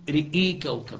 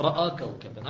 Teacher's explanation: يقرأ حمزة بكسر الراء وإمالة الهمزة